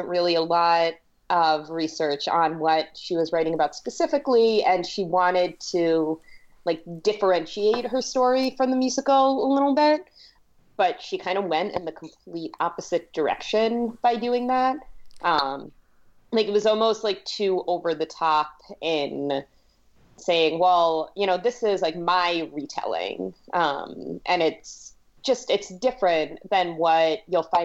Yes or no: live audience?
no